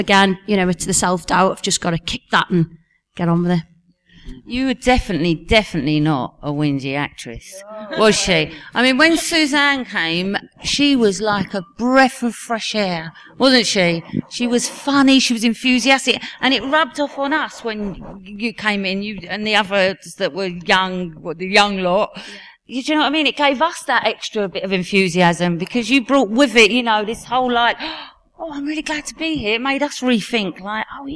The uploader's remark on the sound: The third and final part of highlights from The Bill Reunion 7. The Q&A takes centre stage in this finale. The audience asked the legends some great questions.